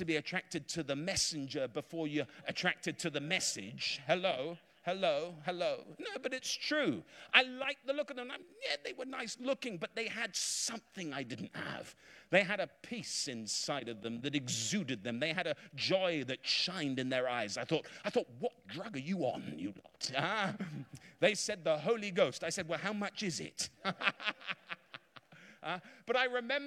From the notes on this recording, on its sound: Preached in a revival meeting in Florida